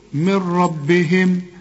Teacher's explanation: هنا نون بدون تشكيل، كل نون في القرآن يجي بعدها ره زي اللي معانا دي، العلماء بيسموها إدغام كامل بدون غنة، واحنا بنقول لك كأن النون غير موجودة، اشبك الميم مع الراء